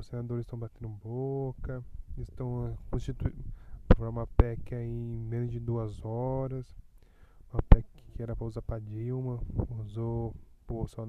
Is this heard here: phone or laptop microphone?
yes